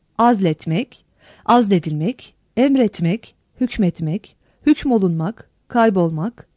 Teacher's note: Dilimize Arapçadan girmiş azil, azm, emir, emr, hüküm, hükm, kayıp, gayb, keşif, keşf, küfür, küfr, nakil, nakl gibi bir takım kelimeler etmek, edilmek, olmak, olunmak, eylemek yardımcı fiilleriyle birleşirken asıllarını uyarak ikinci hecedeki ünlülerini düşürürler